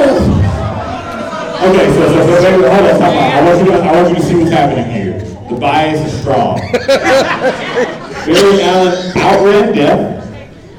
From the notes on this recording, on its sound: Phoenix Fan Fusion. We let the audience decide!